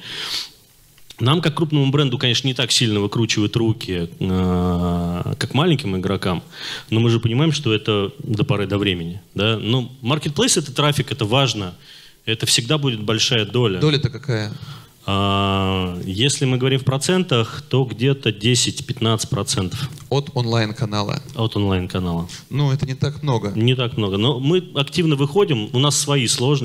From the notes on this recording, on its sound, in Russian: Перед вами запись с конференции D2C Day.